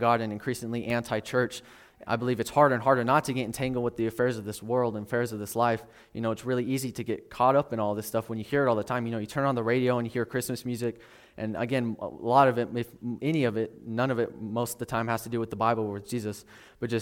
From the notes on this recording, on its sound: This message was originally taught and recorded at Solid Rock Bible Church